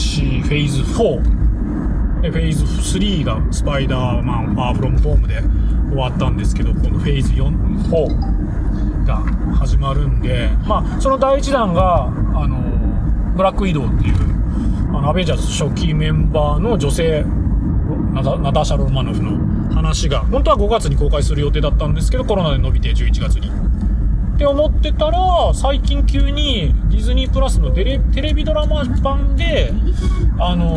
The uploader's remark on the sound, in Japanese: 福岡都市高速を走りながら。福岡都市高速を一周回りながら。